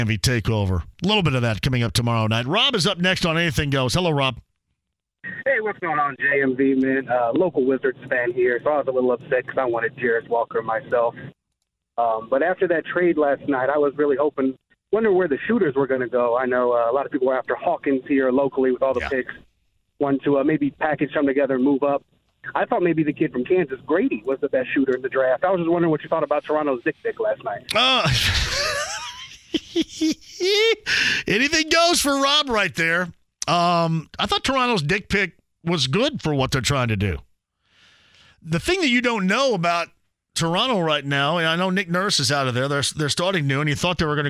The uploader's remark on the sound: LIVE in studio. Keeps the show rolling some phone calls! Questions and comments from listeners online!